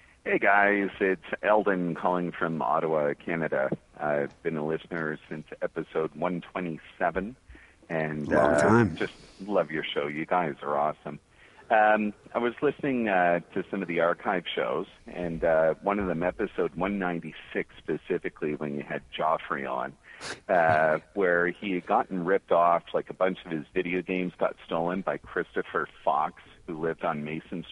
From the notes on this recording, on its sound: Phone calls and listener email.